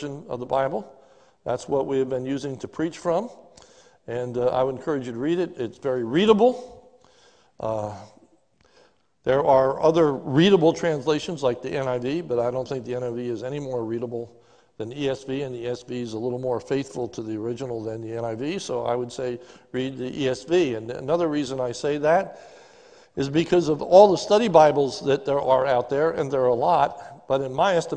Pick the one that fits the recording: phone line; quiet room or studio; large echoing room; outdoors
large echoing room